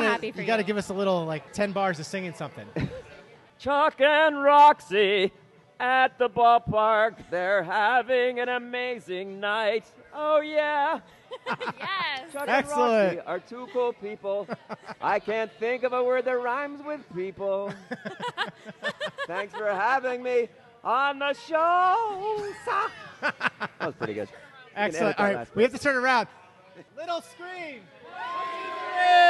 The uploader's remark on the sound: LIVE in Syracuse, NY at La Cheeserie Night Part Deux for the Syracuse Mets. Multiple Littles who came out to attend the game.